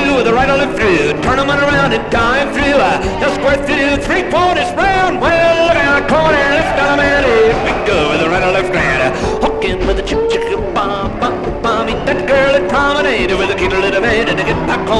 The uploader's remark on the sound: Live Dance. Recorded in Los Angeles, California - October 1960.